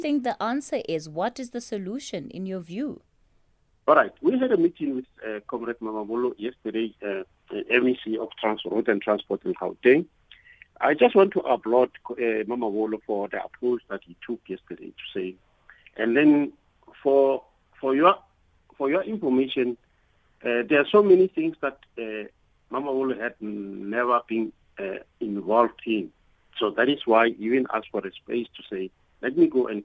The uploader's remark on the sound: For more on this we are joined on the line.